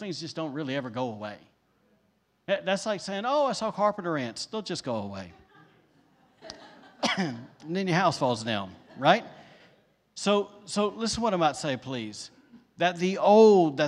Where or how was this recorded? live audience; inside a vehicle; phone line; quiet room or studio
live audience